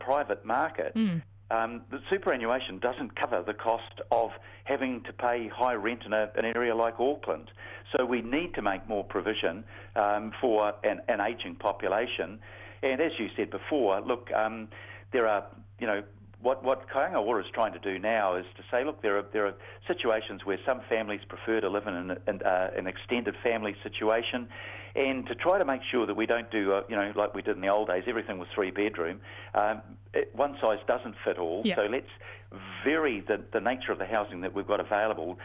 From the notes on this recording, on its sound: The Mayor phones up for his penultimate chat on the Breakfast show